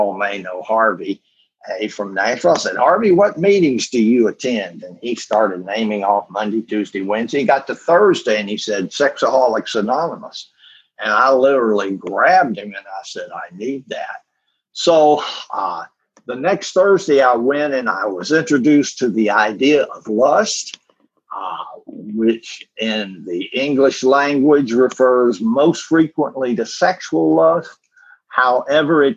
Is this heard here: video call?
yes